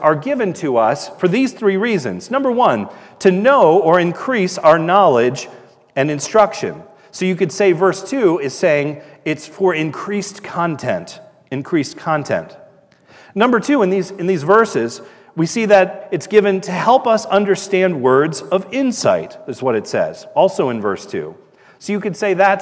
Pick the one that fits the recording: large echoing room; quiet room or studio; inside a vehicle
large echoing room